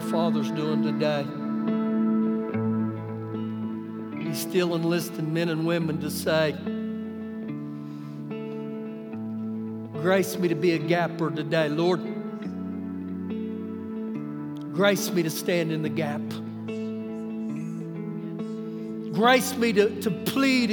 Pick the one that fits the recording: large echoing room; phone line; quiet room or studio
large echoing room